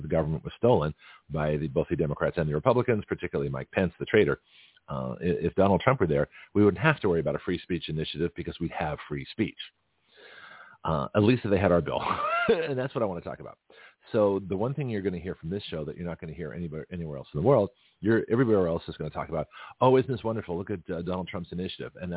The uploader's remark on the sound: BlogTalk cut my signal again, so I called